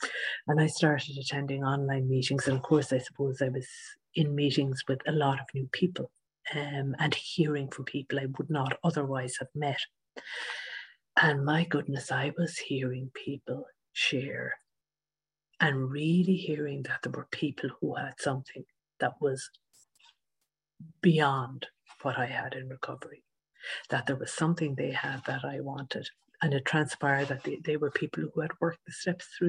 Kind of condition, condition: link, video call